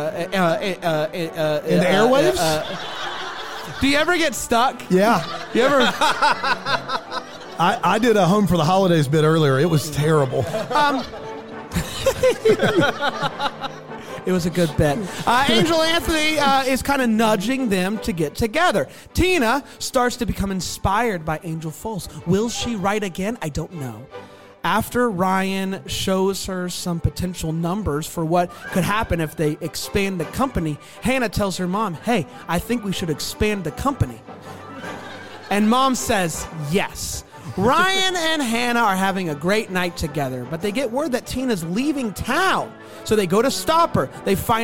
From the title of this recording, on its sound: LIVE from Greenville, SC